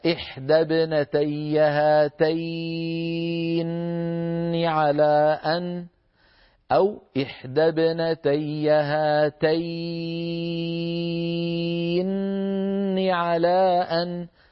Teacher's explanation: قرأ ابن كثير المكي بتشديد النون من قوله تعالى هاتين واللذين، فعلى قراءته يكون سكون النون الأولى لازما، شان لازما يعني سكون أصلي، وتمد الياء قبلها بمقدار 4 أو 6 حركات من طريق الشاطبية.